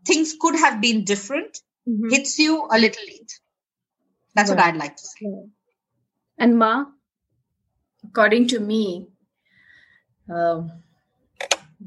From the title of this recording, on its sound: Virtually recorded